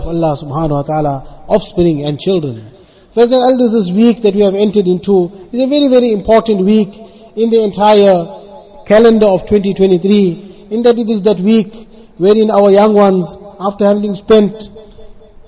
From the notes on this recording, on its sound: Jumuah lecture at Avondale Musalla 20 Jan 2023